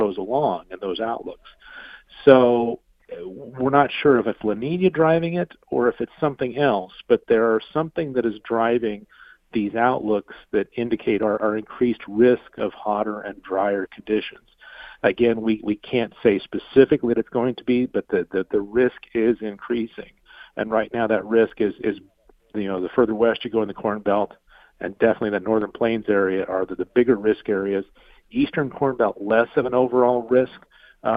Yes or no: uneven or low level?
no